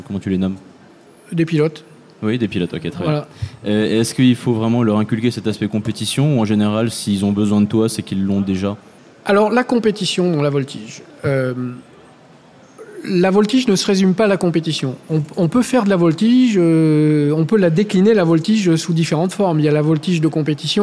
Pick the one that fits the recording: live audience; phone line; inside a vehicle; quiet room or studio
live audience